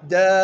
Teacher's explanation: الساكن الأول ألف والساكن الثاني الباء، فكان لابد من النبر حتى يظهر أو تظهر الألف